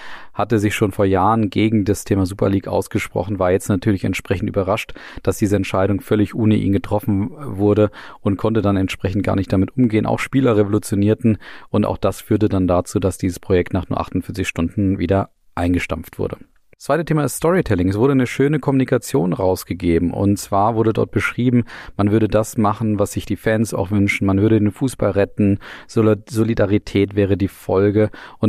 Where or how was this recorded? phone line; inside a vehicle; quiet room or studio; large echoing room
quiet room or studio